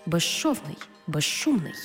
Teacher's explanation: У словах безшовний і безшумний, свистячий з плюс шиплячий ши всередині слова разом вимовляємо як жи-ши